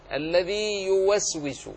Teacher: ياء ساكنة جاءت بعدها ياء أخرى، لا ندغم، لأن الأولى ياء مدية